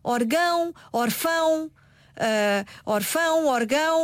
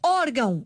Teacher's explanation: se eu não colocar o acento sobre a vogal, a tonicidade recai no ão. · Shown in: first take